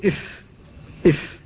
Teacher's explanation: فالهواء تعترضه الشفة العليا فترده قليلا، فهي طرد للهواء وتضغط عليه الشفة فيرتد.